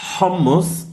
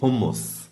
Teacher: der Unterschied ist, dass das H hauchiger sein muss · Shown in: first take · Es ist so fast wie, wenn du sagst lächeln, also nicht ganz, aber das H hat so mehr Volumen.